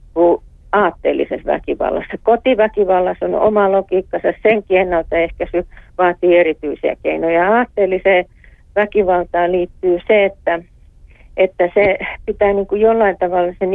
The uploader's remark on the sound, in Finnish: Lisäksi puhelimessa on sisäministeriön poliisiosaston kehityspäällikkö